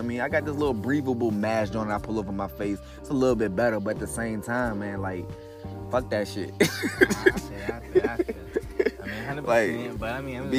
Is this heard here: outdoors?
yes